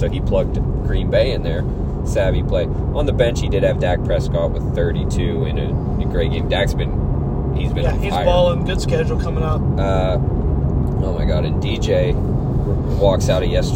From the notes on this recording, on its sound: A whole buffet of an episode, live from the rolling studio.